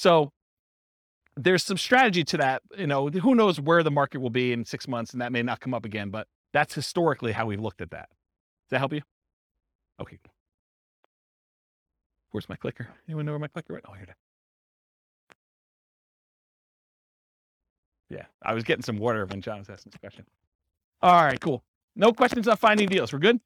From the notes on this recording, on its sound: This was a live class recorded